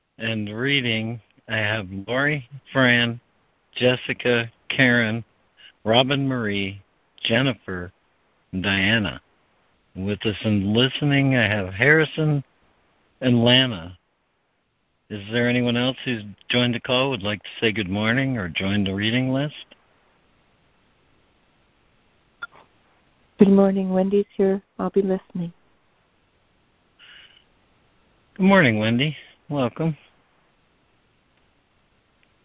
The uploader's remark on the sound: ACIM Daily Conference Call